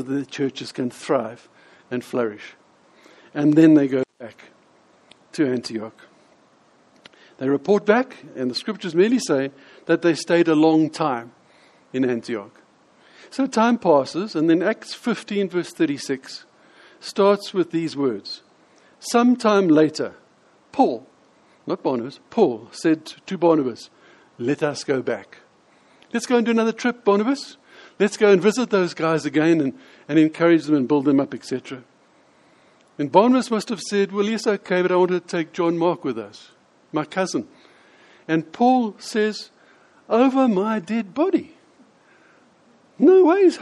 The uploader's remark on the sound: In this sermon, delivered at the Lonehill Village Church